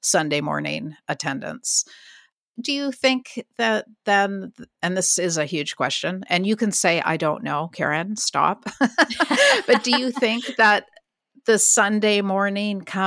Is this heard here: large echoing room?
no